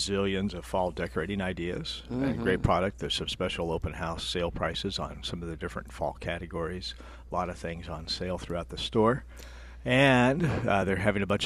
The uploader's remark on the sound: Plant Experts Live at Prairie Gardens. Live from Prairie Gardens every Saturday as they answer all your lawn and garden questions.